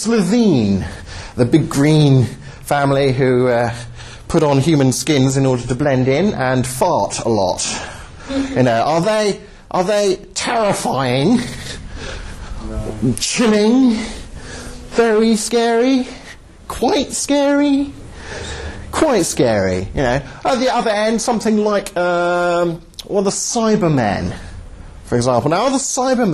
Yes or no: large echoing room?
yes